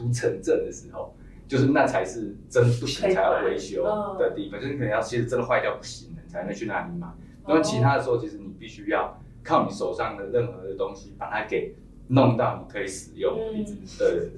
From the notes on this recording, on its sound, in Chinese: 收音見諒。小編還跟新設備不熟悉，有些許收音問題，煩請見諒。